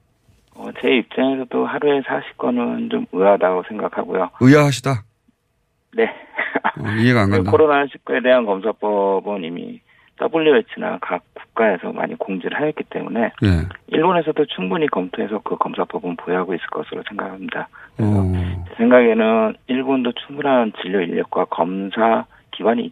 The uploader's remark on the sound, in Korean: 전화연결